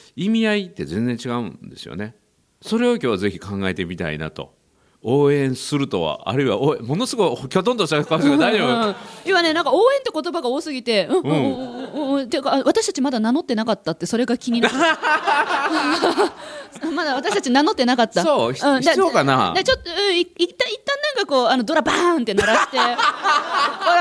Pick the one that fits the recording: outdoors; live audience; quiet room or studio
live audience